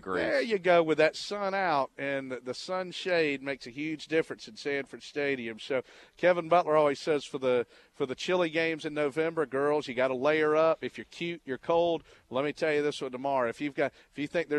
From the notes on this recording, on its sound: live from the UGA Bookstore